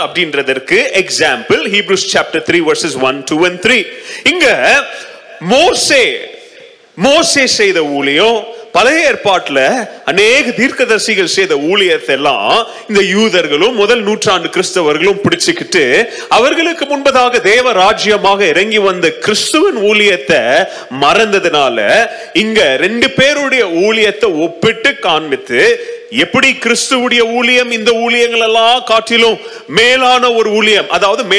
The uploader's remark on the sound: Mission Sunday Second Service Sermon Live